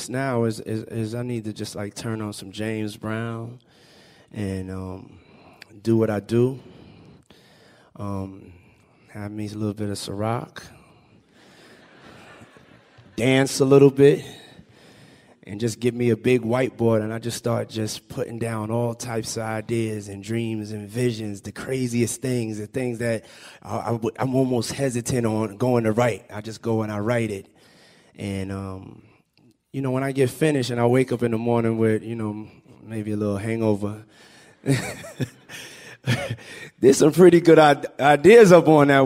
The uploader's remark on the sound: Held in front of an audience at the New School.